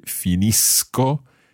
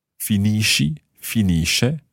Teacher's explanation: So far we've had the hard sound finisco. Then the soft sounds for the tu and the lei or lui form.